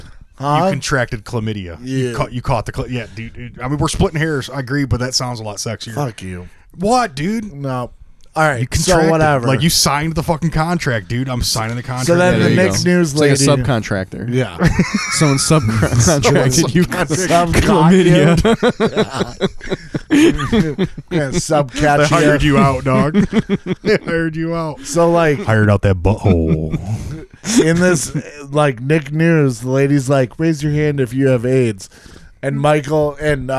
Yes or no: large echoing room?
no